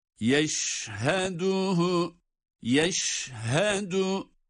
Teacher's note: Şin harfinin sesi bir yayılacak. Çünkü bunda tefeşşi sıfatı var.